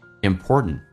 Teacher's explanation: 最后一个 t 不发音属于叫做略音，因为后面是一个单词是以辅音开头